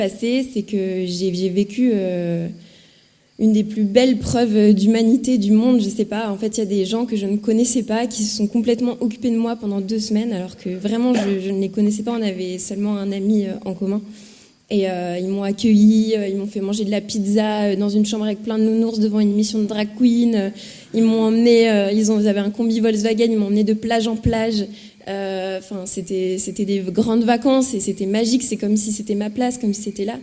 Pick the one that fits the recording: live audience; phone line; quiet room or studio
live audience